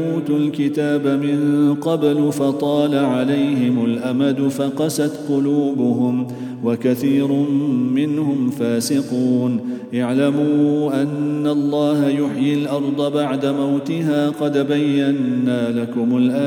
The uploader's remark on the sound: at the Houghton Masjid (West Street)